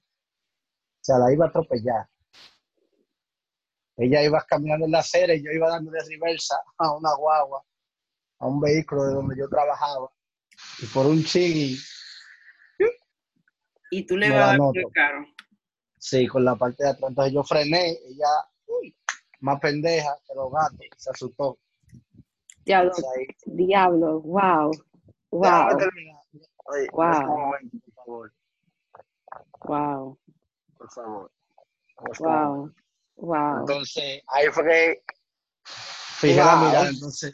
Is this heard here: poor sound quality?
yes